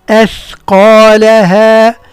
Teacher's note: الهمزة والثاء مرقة. نعم. القاف هي المفخمة، ثم نعود إلى ترقيق اللام.